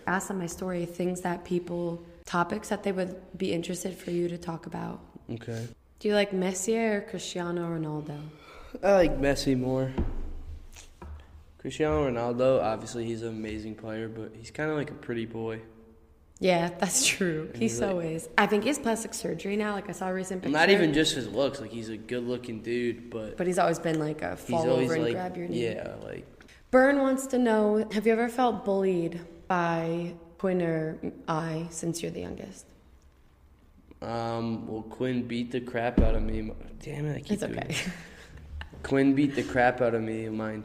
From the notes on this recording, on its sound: The room this was recorded in was not soundproof and had high ceiling